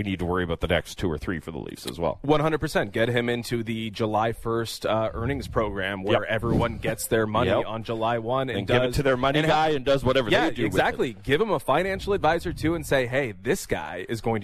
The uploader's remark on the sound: We’re live from the 14th annual Joe Carter Classic Golf Tournament at Glen Abbey Golf Club!